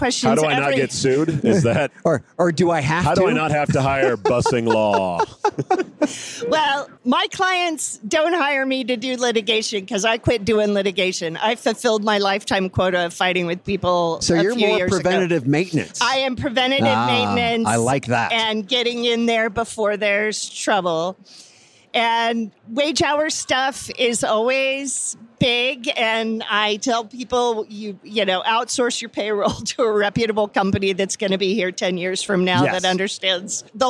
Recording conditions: busy venue